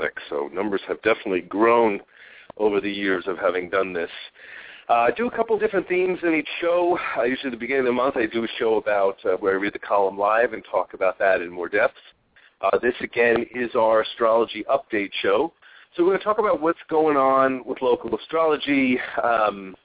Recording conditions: phone line